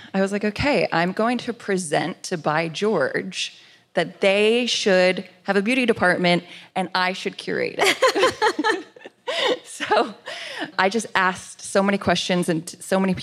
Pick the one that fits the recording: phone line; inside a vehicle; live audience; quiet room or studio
live audience